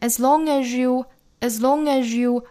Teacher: 一样是连读同化。z 加 y 等于日。那我们注意 as 同样要弱读，也就是它元音的部分呢是读成小刷音 a,但是它的这个 z 和后面的 you 的 ye 连读